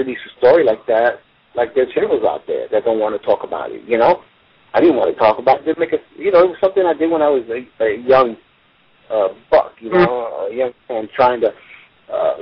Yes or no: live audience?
no